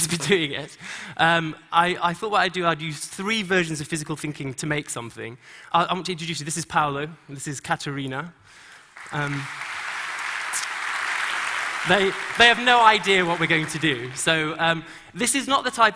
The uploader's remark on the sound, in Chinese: 在TEDGlobal的舞台上